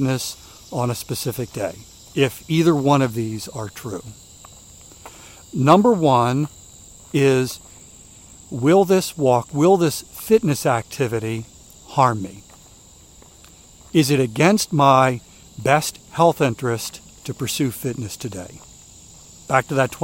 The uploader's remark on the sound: During today's ten-minute walk.